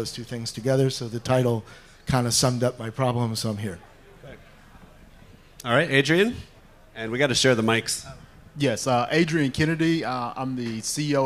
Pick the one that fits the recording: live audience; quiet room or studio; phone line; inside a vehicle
live audience